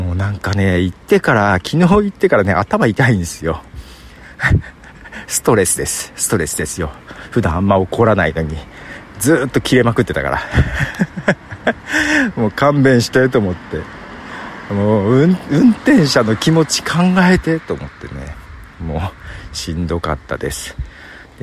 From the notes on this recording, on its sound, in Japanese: まだ風がそれほど強くない台風前。蝉も鳴いている外歩きでの収録ですが、収録開始早々にハプニング。しっかり音も拾っているようで…。